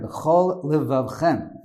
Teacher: The end of one word is lamed and the beginning of the next is a lamed, and there's, you can't turn it into one lamed, it's two different lameds